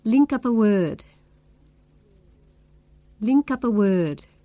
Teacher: Here, link ends in a consonant sound, k, and up begins with a vowel sound, a. So we link them together. It may help you to think that the k sound is attached to the a sound. · Term: linking up